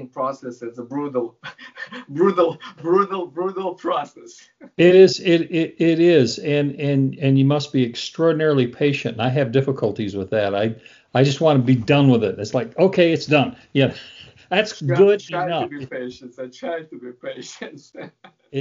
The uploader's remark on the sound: I had a nice chat via Skype